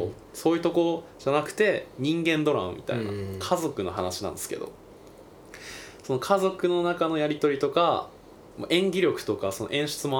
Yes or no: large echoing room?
no